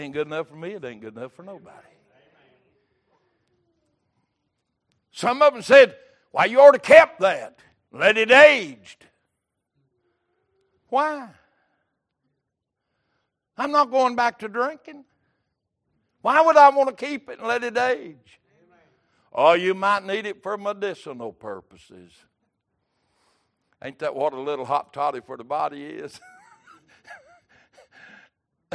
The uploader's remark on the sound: Wednesday Evening Service.